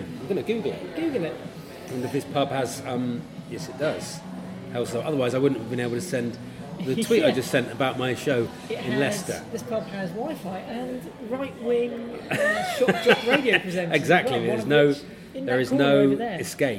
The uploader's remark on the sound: This week comes live from the pub.